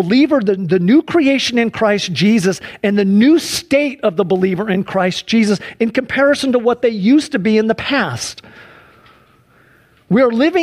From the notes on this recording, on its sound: Please enjoy this Sunday church service livestream